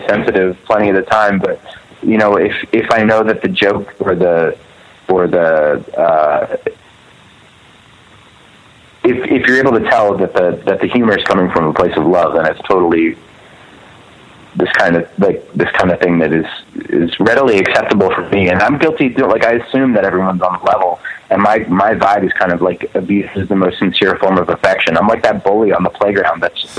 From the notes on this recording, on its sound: We hopped on the phone one afternoon